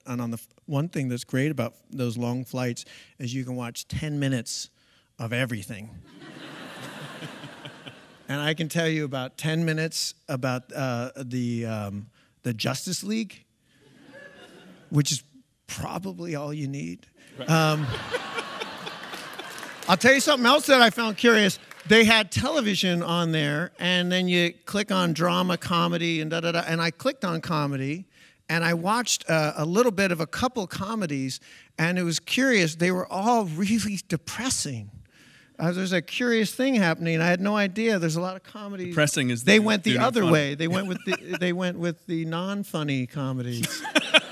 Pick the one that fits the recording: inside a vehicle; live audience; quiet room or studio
live audience